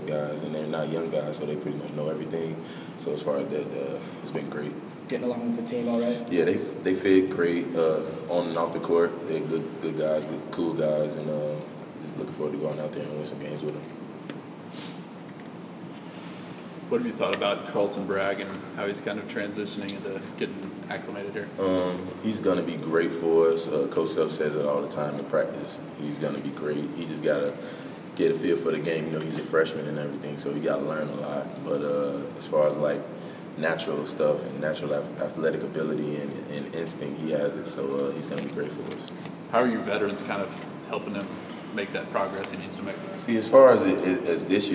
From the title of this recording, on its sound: Press Conferences & Post-Game Interviews